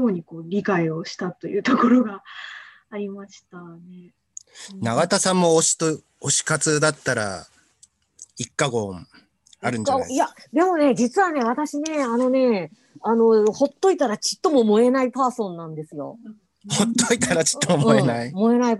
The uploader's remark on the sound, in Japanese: 生放送後のZOOM収録のため音質は良くない部分があります。